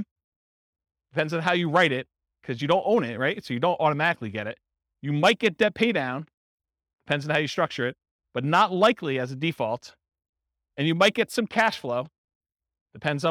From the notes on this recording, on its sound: This was a live class recorded